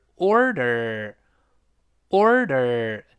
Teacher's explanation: 前面 O R 也有字母 R，有 R 必然会勾舌。